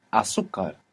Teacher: Sugar is an Arabic word. Al sukkar, with the assimilation when you say it quickly, azúcar